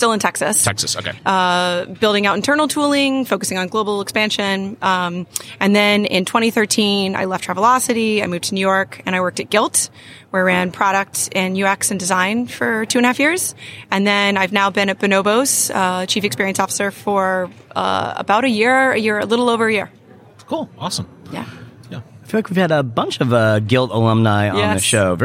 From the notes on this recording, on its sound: sat down for an interview live from the NRF Big Show